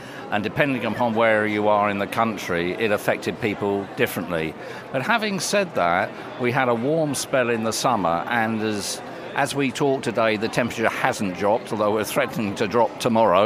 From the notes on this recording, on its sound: we're at the RHS London Harvest Festival Show